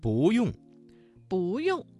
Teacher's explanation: 不字在四声之前变成了二声 · Term: 语流应变